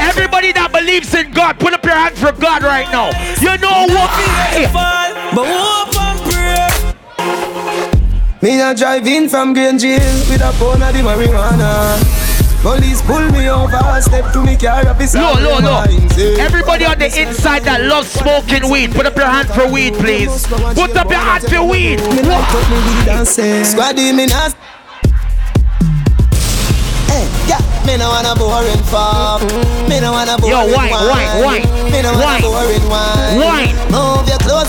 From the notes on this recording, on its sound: Live Audio from the Youngest & Baddest Duo at "WUK U" !